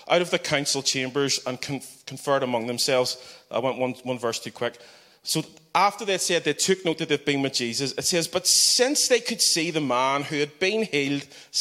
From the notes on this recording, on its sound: the final keynote of our Regular Joes Conference